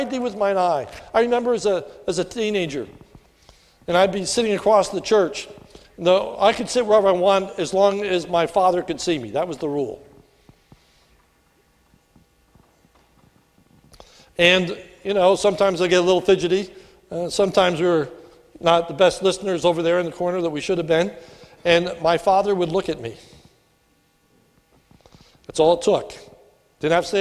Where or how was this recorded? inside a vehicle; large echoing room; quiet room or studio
large echoing room